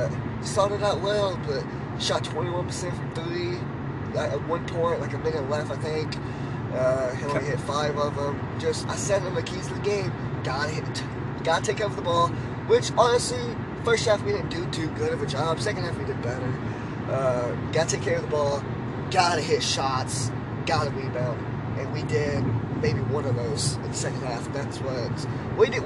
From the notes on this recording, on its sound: The guys where live and in living coloring for the bluegrass battle between kentucky and Louisville and recorded their thoughts on the way home.